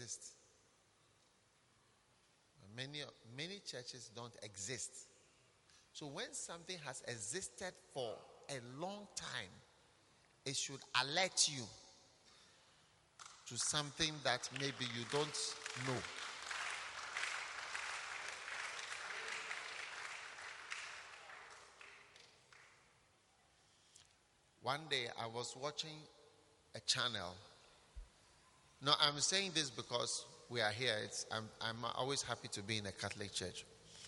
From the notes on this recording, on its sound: Preached at a Healing Jesus Campaign Pastors' conference in Tepa, Ghana